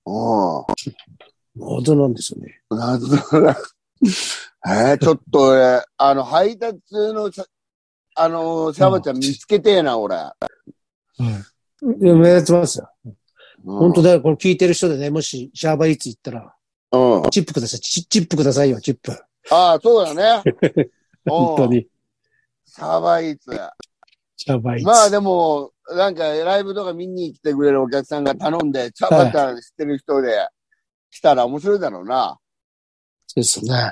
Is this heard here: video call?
yes